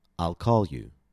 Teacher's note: My focus word was call. I jumped up on the stressed syllable call and jumped down into the next unstressed syllable, you. · Term: jump up